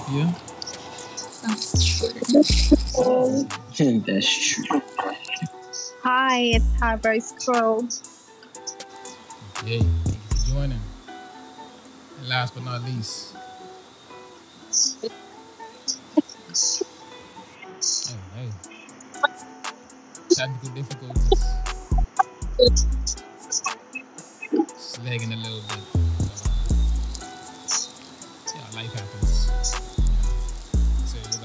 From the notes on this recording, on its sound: APOLOGIES IN ADVANCE FOR THE AUDIO/TECHNICAL ISSUES DURING THE FIRST 6 MINS, SOMEBODY WAS DRIVING HOME